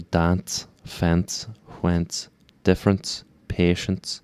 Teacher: We get a little T slipped in between N and S